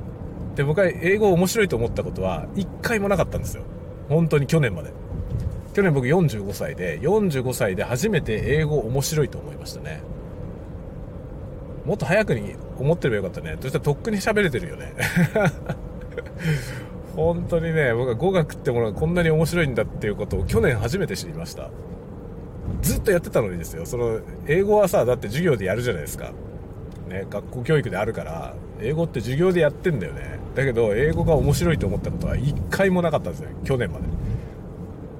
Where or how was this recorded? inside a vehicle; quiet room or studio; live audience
inside a vehicle